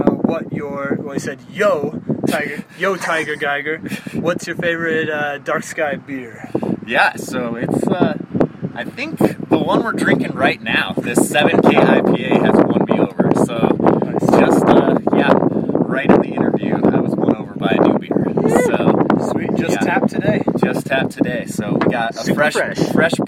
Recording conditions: wind noise